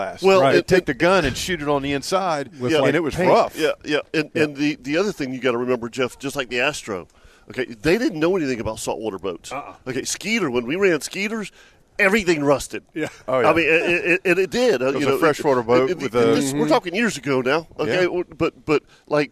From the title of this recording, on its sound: LIVE from the Jacksonville Boat Show!